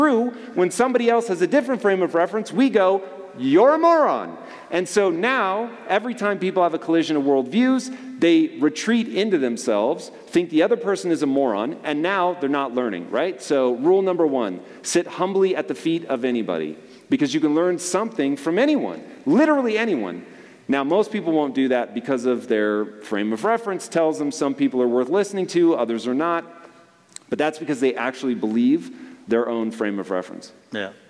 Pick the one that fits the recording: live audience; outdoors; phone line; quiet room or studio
live audience